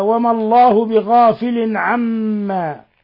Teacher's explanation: ثم ميم مشددة في لفظ عما تغن مقدار حركتين